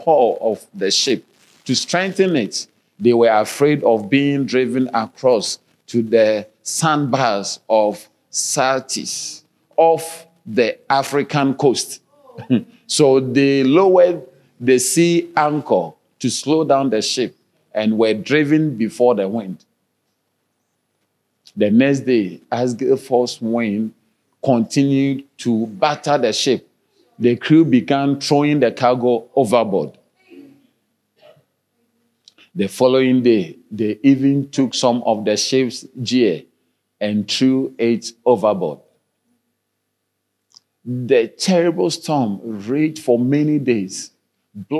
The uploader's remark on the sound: Sermon delivered on Sunday, December 3, 2023, at Strong Christian Church in Bellville, South Africa.